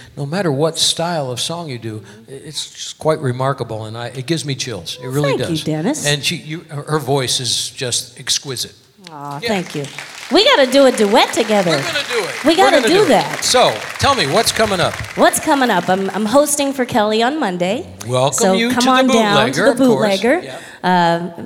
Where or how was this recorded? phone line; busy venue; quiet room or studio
busy venue